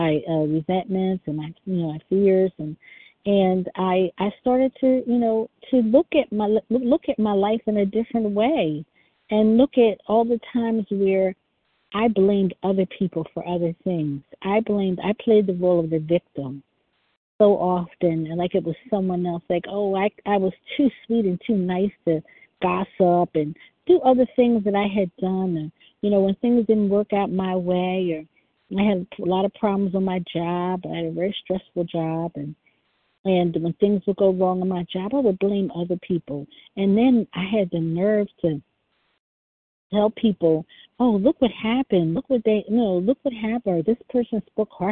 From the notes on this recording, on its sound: 100 Pounders Phone Meeting, 8/4/23